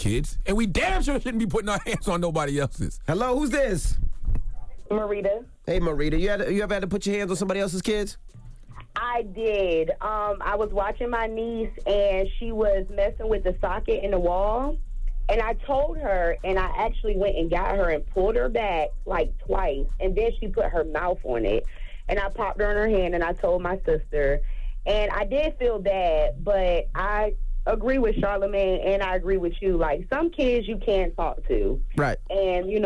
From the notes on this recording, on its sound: we opened up the phone lines